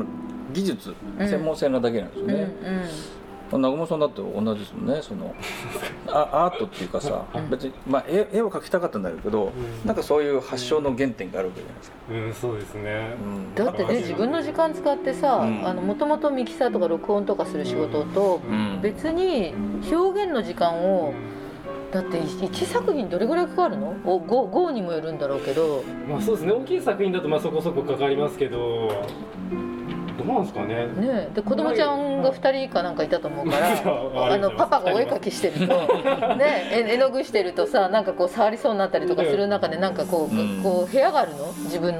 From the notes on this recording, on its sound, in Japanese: 公開収録in 椿サロン銀座PARTⅡ。初のギャラリーイベントを開催しました。今回は、その開催を記念して行われた公開収録の模様をお届けします。